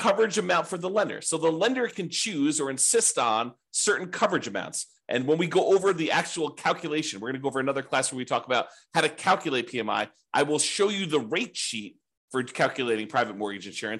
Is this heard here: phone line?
no